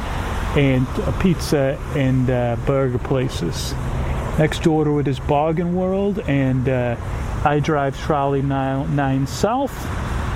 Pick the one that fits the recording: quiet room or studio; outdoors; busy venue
outdoors